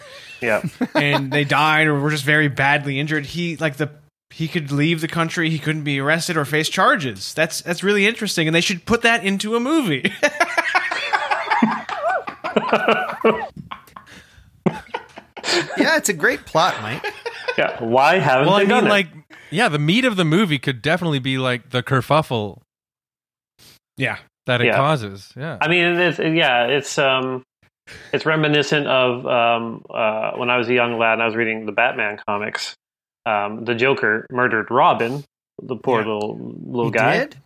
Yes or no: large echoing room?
no